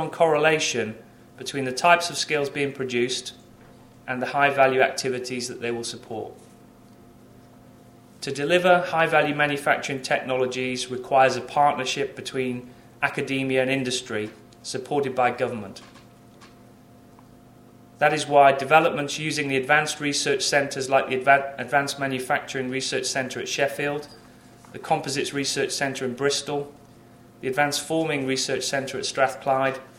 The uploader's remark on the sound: Industry Keynote. At the Aerospace Manufacturing Conference and Technology Roadmapping Workshop held at WMG.